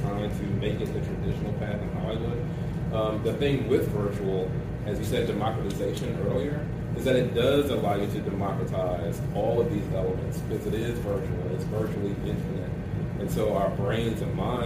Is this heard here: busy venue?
yes